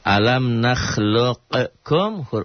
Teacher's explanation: Sifat qalqalahnya jadi hilang